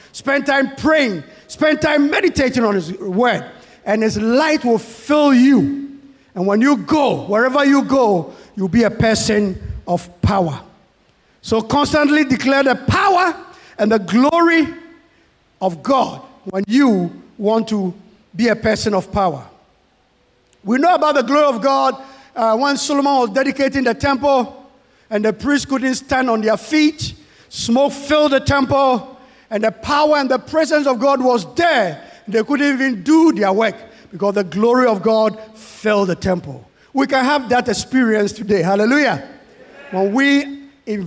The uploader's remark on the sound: Sermon preached at CBC.